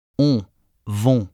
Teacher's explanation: tongue in back of the mouth, lips tightly rounded, mouth nearly closed